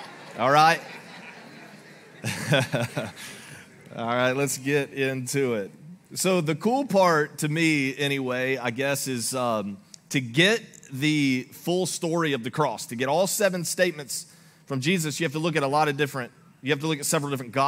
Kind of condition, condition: setting, large echoing room